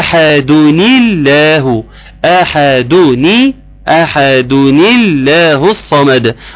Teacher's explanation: التقاء ساكنين، والساكنين لازم نتحرك حاجة. عند حفص حرك الساكن الاول بالكسر، فتبقى احدني الله، احدني، احدني الله الصمد، ويبقى حرك حفص التنوين بالكسر في هذا الموضع.